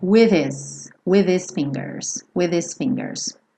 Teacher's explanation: esse H do his Ele vai dar uma sumida e você vai ter with his fingers